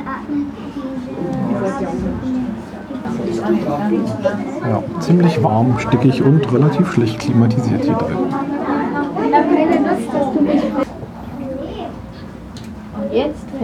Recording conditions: sounds in the background